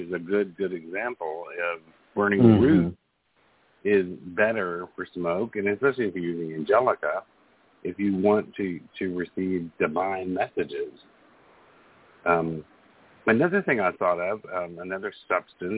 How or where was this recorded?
phone line